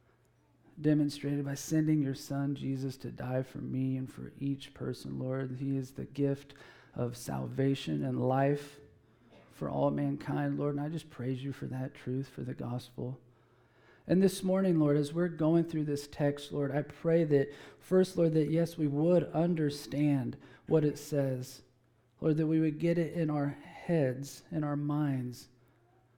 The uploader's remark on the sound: Preached at Emmaus Church